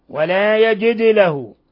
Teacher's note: ولا يجد له قلقلة الدال لأنها ساكنة